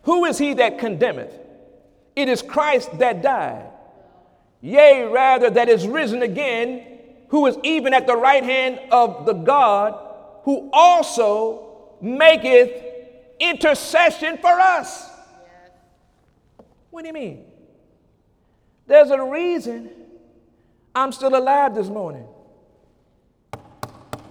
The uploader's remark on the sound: During Sunday morning service